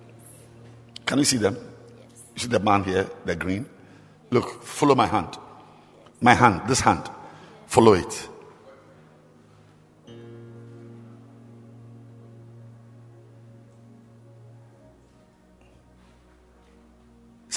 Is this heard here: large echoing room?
yes